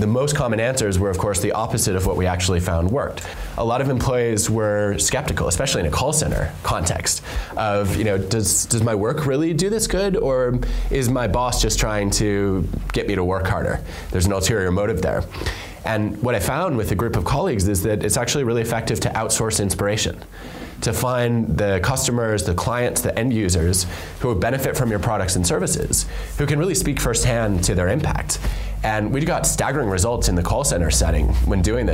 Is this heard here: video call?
no